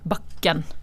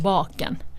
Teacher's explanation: bare er skilte fordi at vokalen er kort eller lang · Term: kort og en lang